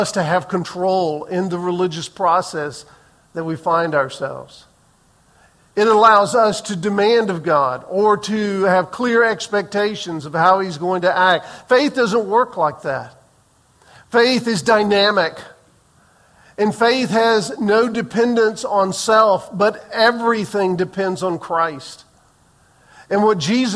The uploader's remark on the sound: Recorded on May 14, 2023 in the 8:15 am Worship Service